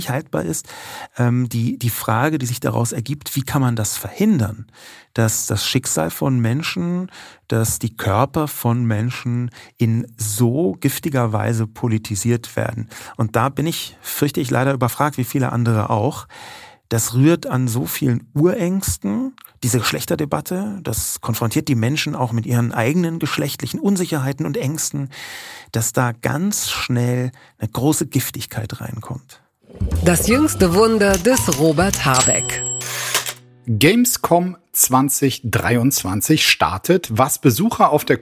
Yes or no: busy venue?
no